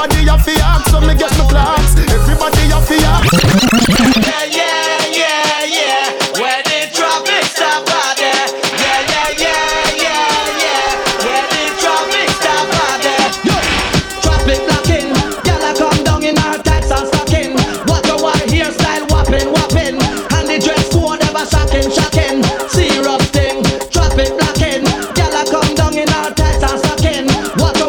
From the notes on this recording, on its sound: Raw Live DJ Set. During New Roots Vol.2 - Dancehall Reggae - BYOB in Kino - Cork City Ireland.